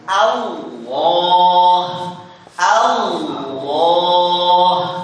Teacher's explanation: Yang tebal itu hanya lamnya saja dalam lafaz ini. · Term: tafkhim